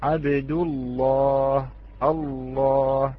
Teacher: نلاحظ كيف نغلظ هذه اللام في لفظ الجلالة · Term: تغليظ اللام